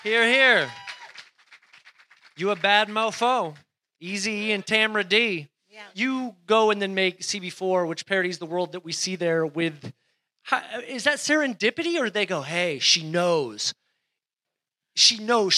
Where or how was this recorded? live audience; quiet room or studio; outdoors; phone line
live audience